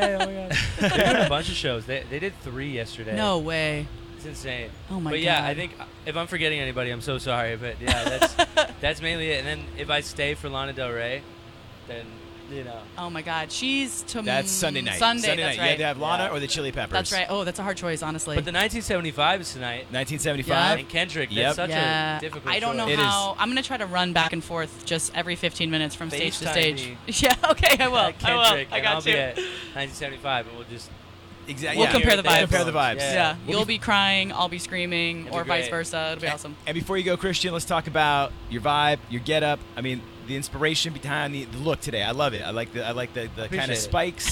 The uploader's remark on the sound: The Mix is live backstage at Lollapalooza 2023!